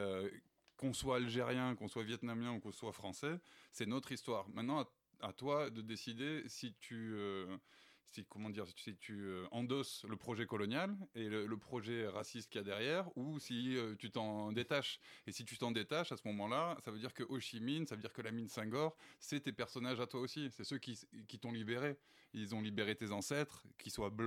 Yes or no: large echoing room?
no